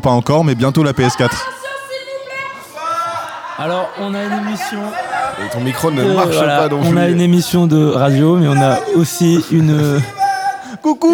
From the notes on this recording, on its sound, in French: En direct du l’évènement rétrogaming de la MJC.